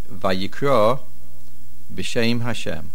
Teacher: Make sure you don't say Vayikra together with the word B'Shem. Vayikra is separated.